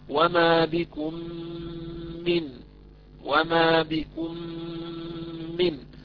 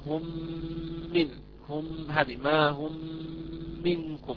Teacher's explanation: عندنا ميم ساكنة جاء بعدها ميم متحركة، إذا الحكم إدغام شفوي أو متماثلين وهو يكون إدغاما صغيرا، يعني في غنة مستطالة عندنا بالكلمة